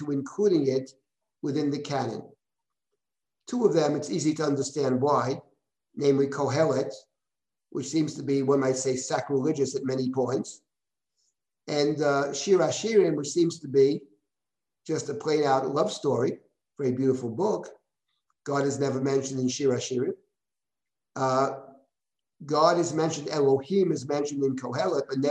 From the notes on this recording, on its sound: This audio was originally captured from Zoom